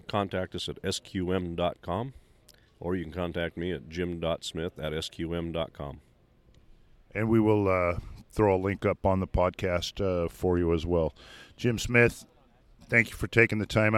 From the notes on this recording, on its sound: walks around the trade show floor of the Washington/Oregon Potato Conference